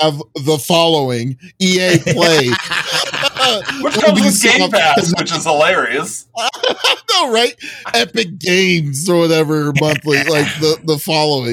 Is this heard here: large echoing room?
no